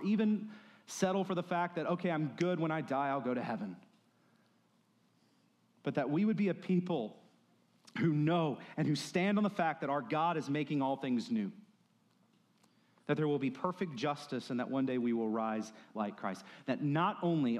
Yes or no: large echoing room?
yes